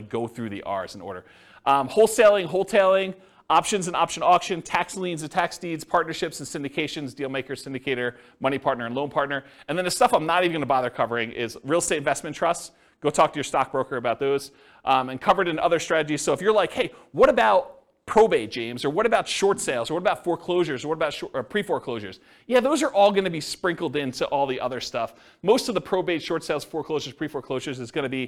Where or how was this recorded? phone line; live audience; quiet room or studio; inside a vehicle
live audience